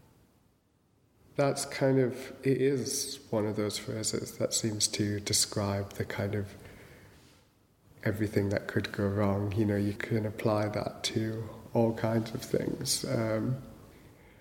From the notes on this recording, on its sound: At St Chad’s College Chapel, as part of Durham Book Festival in October 2015. The Poetry Exchange at St Chad’s College Chapel, as part of Durham Book Festival in October 2015. We’re very grateful to Durham Book Festival, New Writing North and St Chad’s College for hosting The Poetry Exchange.